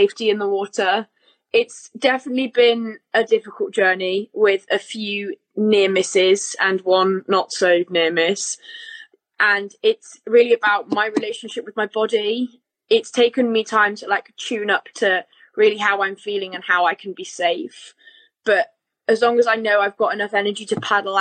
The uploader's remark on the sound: Instagram LIVE conversation